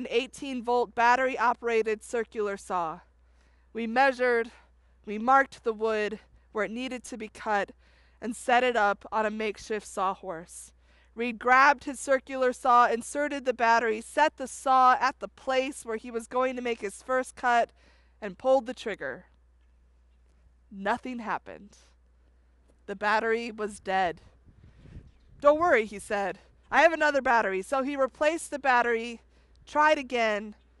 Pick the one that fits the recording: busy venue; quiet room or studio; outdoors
outdoors